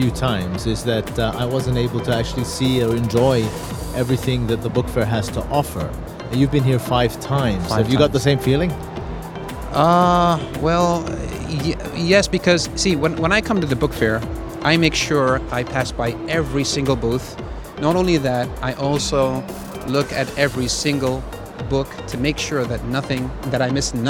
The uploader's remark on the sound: Live from SIBF 2023. Visitor at the SIBF.